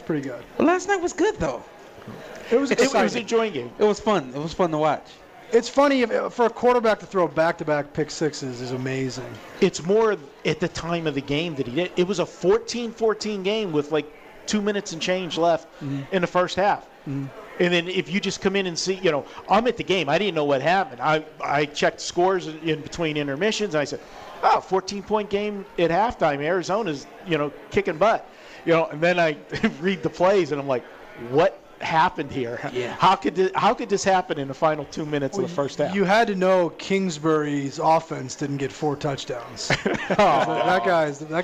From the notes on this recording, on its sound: Live from the Westgate Superbook.